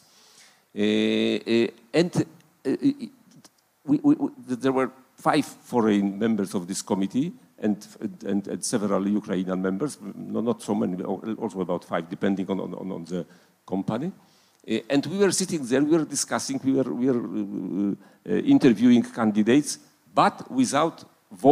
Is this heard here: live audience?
yes